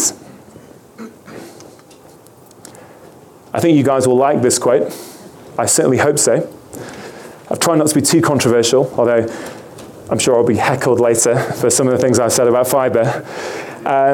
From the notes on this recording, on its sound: 2016 Low Carb Vail. You will hear various lectures from that conference.